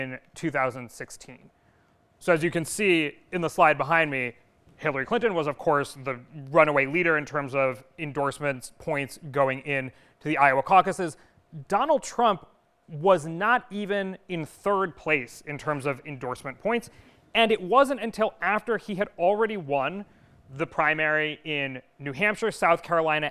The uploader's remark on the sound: The FiveThirtyEight Politics podcast held a live taping at The Bell House in Brooklyn on Wednesday night, its first return to a live venue in New York City since the pandemic.